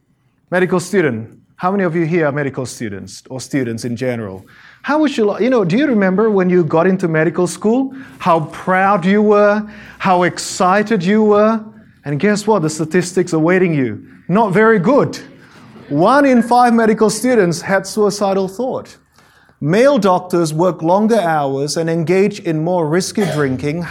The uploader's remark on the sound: Presentation given at the AMEN Australia 2018 annual conference held in Adelaide, Australia